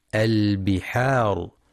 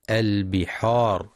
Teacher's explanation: ينتبه لترقيق الحاء في كلمة البحار فلا يقرأ البحار بالتفخيم · Shown in: first take